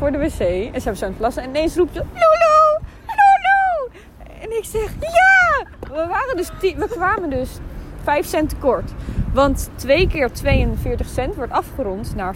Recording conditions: wind noise